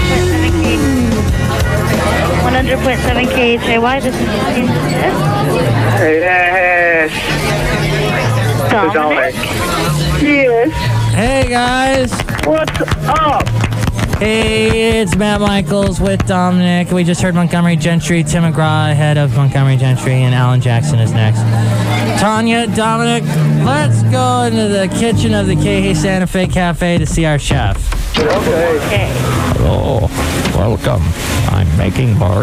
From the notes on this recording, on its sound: podcasts live from Cafe Anyway